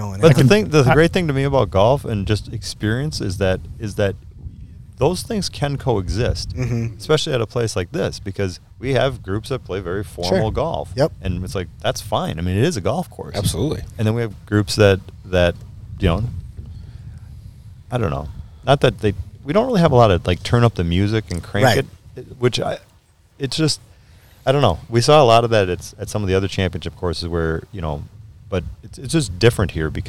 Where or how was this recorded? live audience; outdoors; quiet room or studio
outdoors